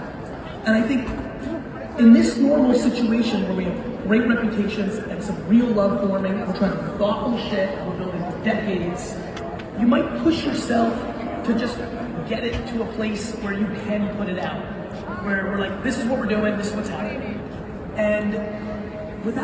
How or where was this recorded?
live audience